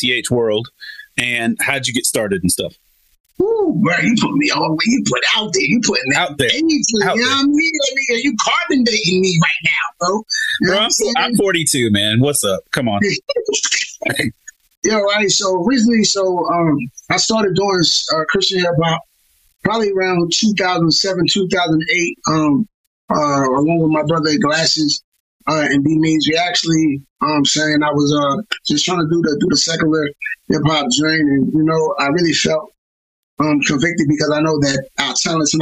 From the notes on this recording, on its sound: The audio on this episode isn't the greatest. We did our best to salvage it, but we do apologize that it's not up to our normal quality.